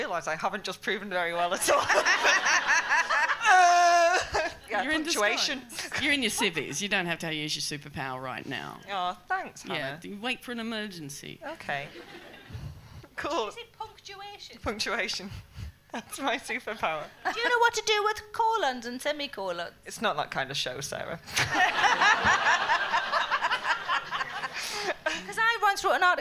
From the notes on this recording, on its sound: Recorded at the The Stand Comedy Club, Edinburgh on August 13, 2017.